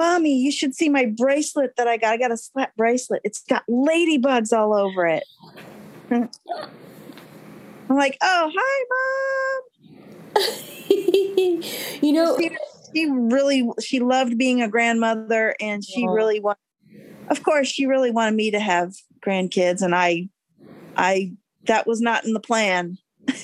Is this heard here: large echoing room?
no